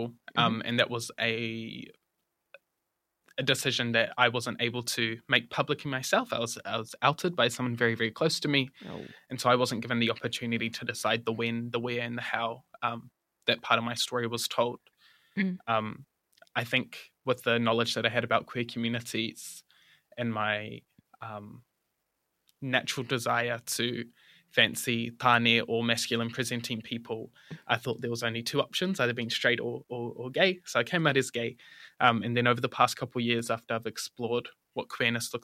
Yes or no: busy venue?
no